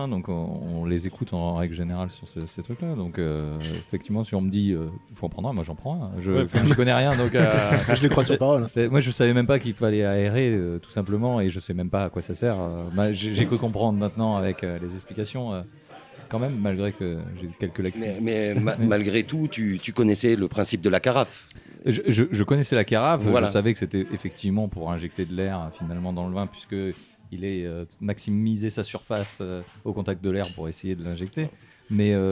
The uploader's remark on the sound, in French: Nous enregistrons l'épisode 22 à bord de la péniche à vin VINOTAGE , amarrée sur les berges du Rhône à Avignon. En live à bord du Vinotage. À bord de la péniche à vin VINOTAGE , amarrée sur les berges du Rhône à Avignon. Avec une vue imprenable sur la cité des papes.